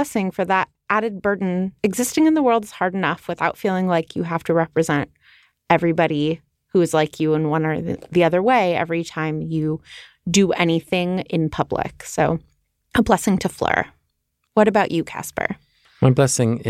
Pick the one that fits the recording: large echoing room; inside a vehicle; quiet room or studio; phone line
quiet room or studio